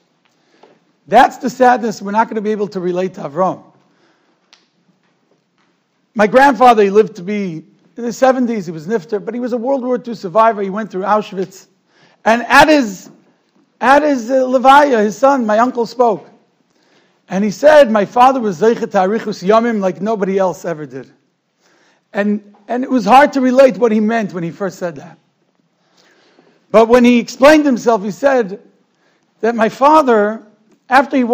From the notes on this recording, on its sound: Shiur recorded in Yeshivas Ohr Reuven, Monsey, NY.